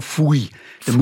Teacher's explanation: Die sind die L-Vokalisierer. Die sagen nicht viel, die sagen Fui.